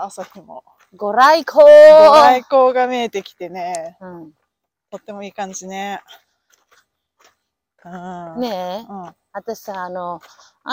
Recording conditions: outdoors